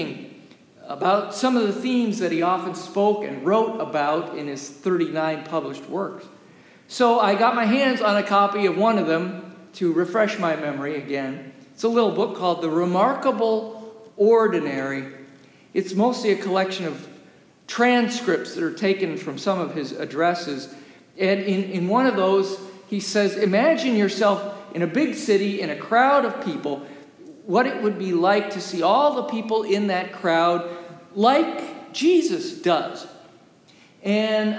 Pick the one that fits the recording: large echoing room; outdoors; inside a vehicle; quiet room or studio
large echoing room